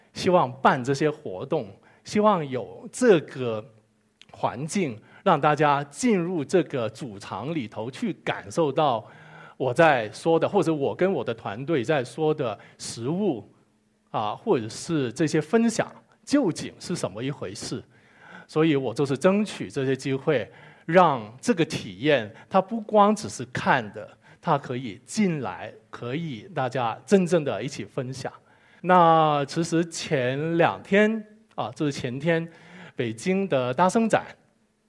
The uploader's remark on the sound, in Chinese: 一席现场